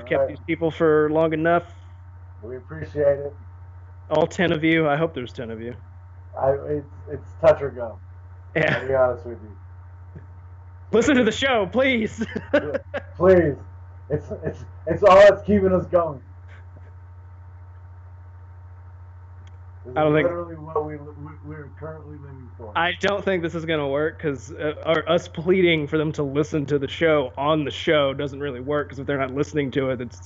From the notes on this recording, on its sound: I want to apologies for both the audio quality and the fact that it’s not heavily edited as I’ve got to get ready to head out of town for the weekend.